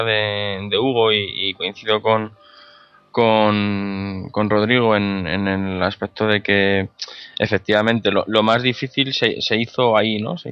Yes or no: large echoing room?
no